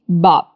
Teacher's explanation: Esse segundo B, a gente faz a posição na boca, só que não fala ele. Então é como se ficasse no ar.